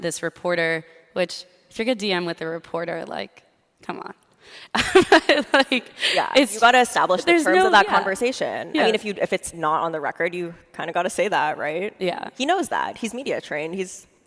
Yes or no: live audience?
yes